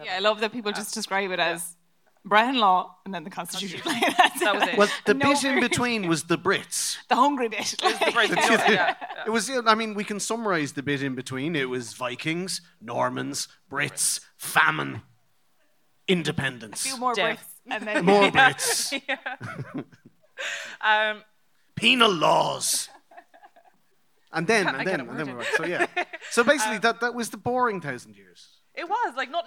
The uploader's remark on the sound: Motherfoclóir Beo was recorded in front of a live audience in the Maynooth Students' Union Venue as part of Seachtain na Gaeilge 2019.